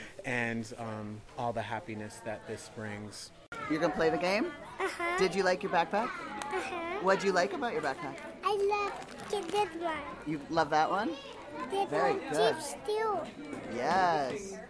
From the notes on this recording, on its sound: Word on the Street. Each year, Glide Memorial Church provides backpacks for children in the Tenderloin of San Francisco. Sights and sounds from the backpack giveaway.